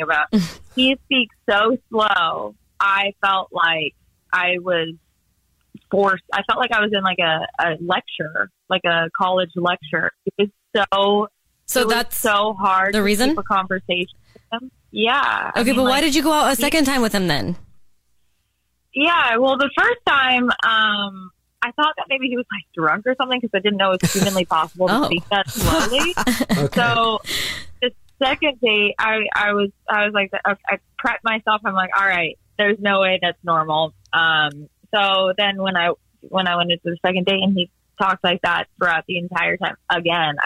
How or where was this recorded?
phone line